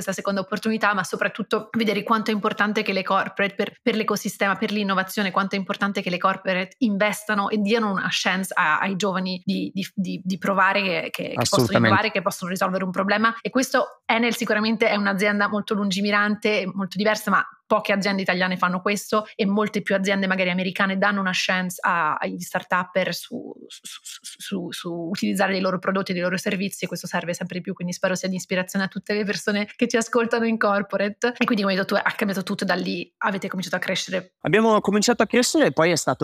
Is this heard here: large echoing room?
no